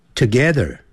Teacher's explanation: I livetogether，不要念成 together，要念 together 那个 T-O-G-E T-H-E-R 有个 R 结尾，所以在美式的发音呢要卷舌的